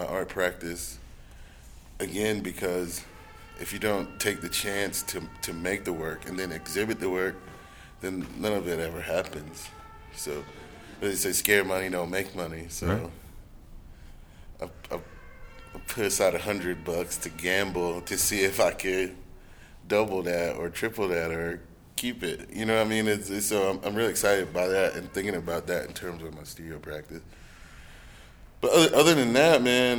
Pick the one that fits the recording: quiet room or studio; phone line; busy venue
busy venue